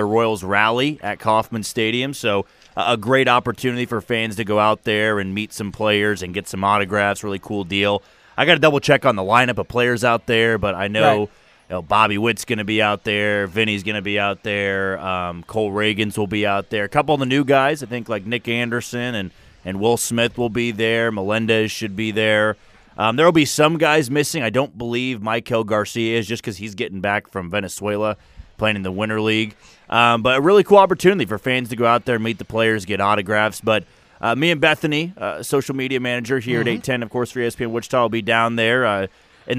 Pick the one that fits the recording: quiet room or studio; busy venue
busy venue